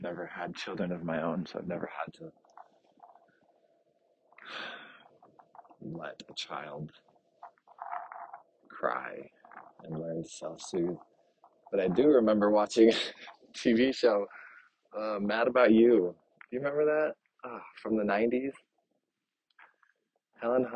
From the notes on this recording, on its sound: After a busy morning at work, I finally get outside to walk around the block.